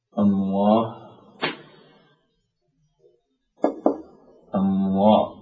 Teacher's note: الهاء حرف مهموس على رأي المحدثين وكذلك على رأي القدامى، وضعيف مهتوت، يعني ليس من الحروف الشديدة والقوية ولا المجهورة، وإنما هو حرف مهسوس ضعيف، مخرجه من أقصى الحلق، يخرج حرف الهاء من أقصى الحلق